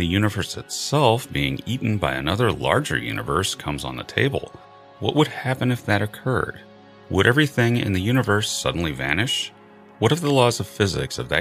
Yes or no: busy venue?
no